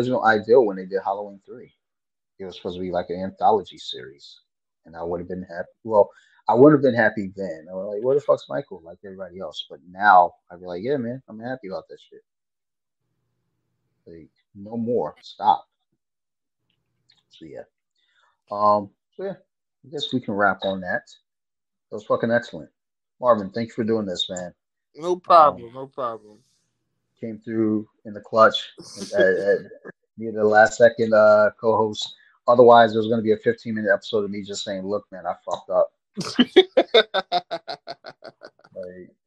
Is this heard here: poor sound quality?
yes